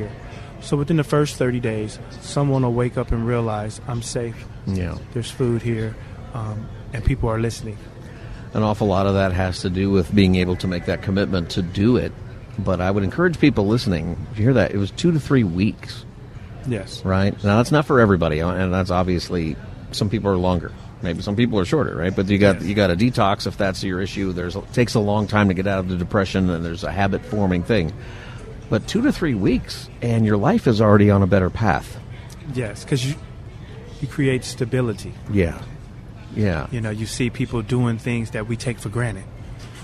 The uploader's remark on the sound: Live From Union Rescue Mission's Turkey Fry 2023